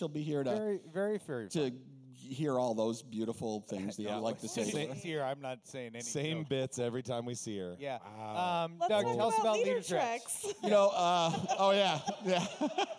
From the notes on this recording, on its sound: LIVE from #dym200. In front of a live studio audience at #dym200.